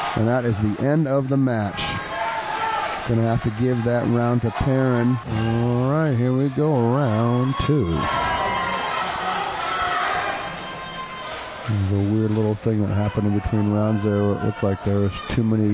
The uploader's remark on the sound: Calls all the intense action live at Combat Zone 63